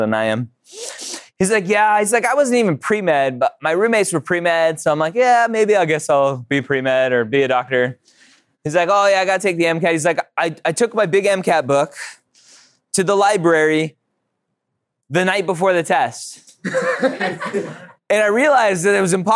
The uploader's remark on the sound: Live at the UC Davis Pre-Health Conference! Address to a live audience at UC Davis!